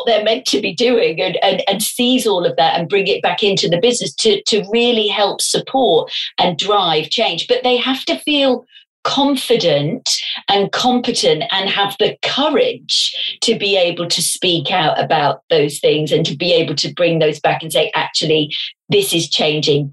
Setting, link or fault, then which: link, video call